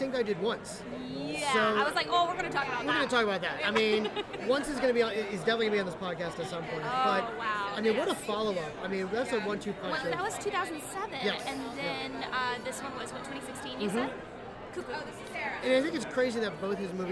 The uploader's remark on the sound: This week's episode was recorded live at BroadwayCon in NYC.